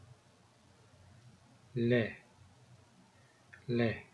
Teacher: Please note that this is pronounced like the French dark L, not like the English or American light L.